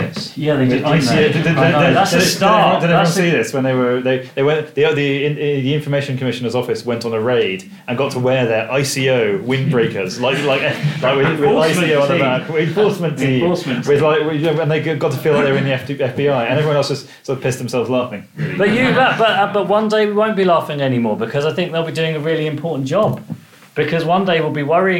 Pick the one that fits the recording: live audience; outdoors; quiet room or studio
live audience